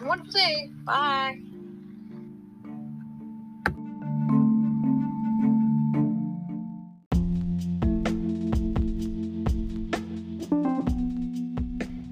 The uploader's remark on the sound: technical difficulty - previously recorded